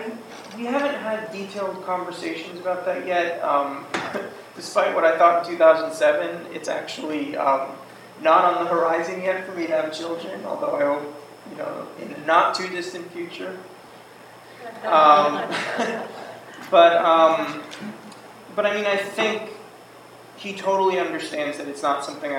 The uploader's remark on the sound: This is a recording of the Introduction and Q&A around the first screening of the Cut Tour. This screening took place in the Pasadena Public Library.